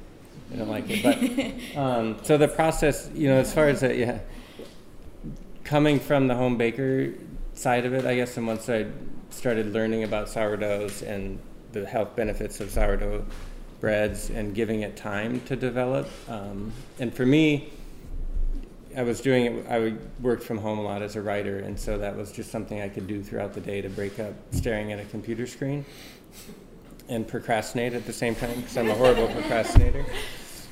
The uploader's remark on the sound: At the 2019 Fermentation Fest — A Live Culture Convergence in Reedsburg, five experts gathered on a panel